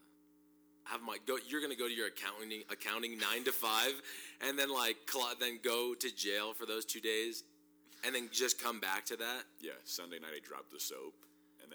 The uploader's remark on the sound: (Apologies for the sound volume !).